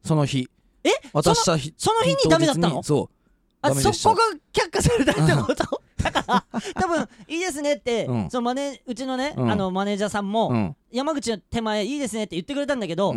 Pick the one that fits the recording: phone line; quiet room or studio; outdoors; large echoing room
quiet room or studio